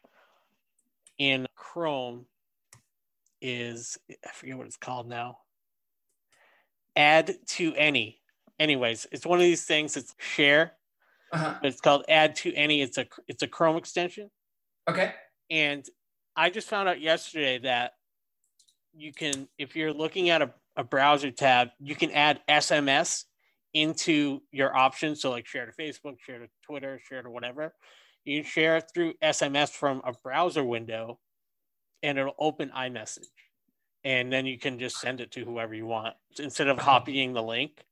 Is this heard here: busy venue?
no